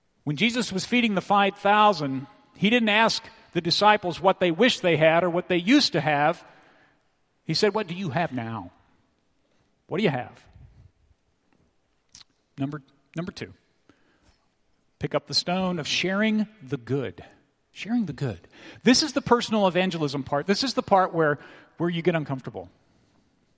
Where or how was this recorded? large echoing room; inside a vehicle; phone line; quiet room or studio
large echoing room